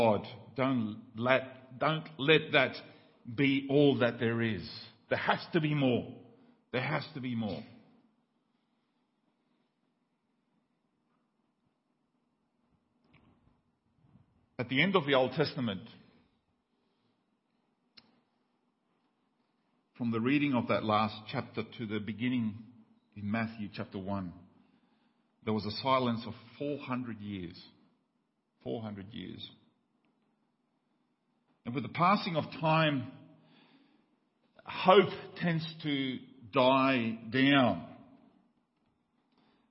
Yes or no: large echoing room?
yes